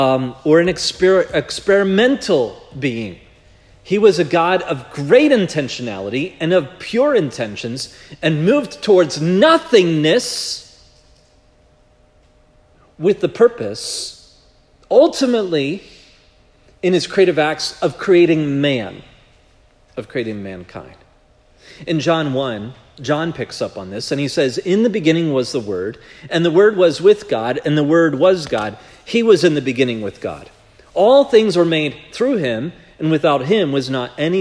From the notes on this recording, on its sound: This message was preached at Providence Church on January 7, 2024